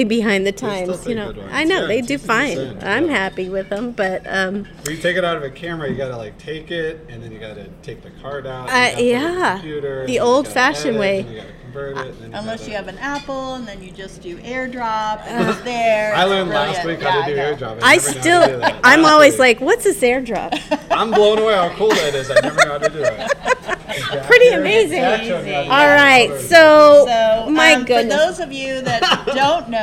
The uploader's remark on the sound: Live* from the Historic Greenbrier Inn in downtown Coeur d' Alene. Pre-recorded with a live studio audience, sound is a little off.